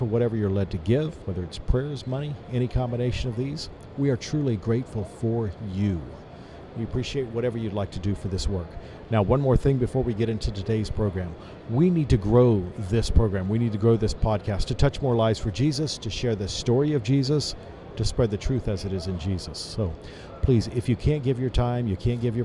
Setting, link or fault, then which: setting, busy venue